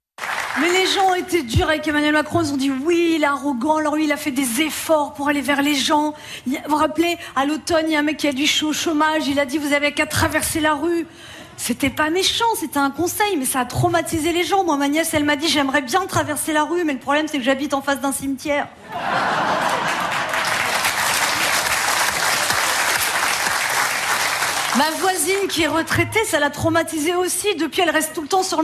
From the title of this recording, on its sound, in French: sur la scène du Fémina de Bordeaux